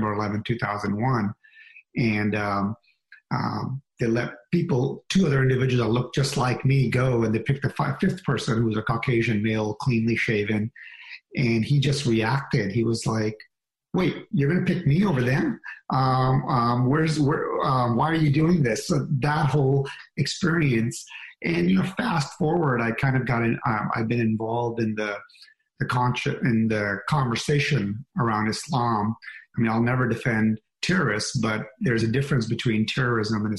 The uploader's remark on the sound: This program was recorded via video conference on May 19th, 2021 by the Commonwealth Club of California.